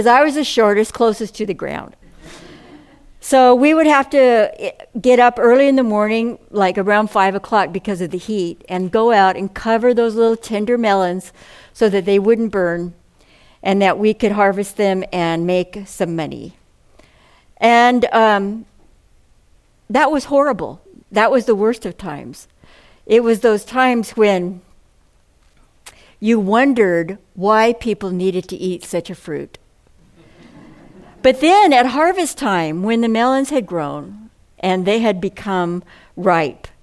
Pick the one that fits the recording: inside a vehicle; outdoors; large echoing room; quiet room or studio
large echoing room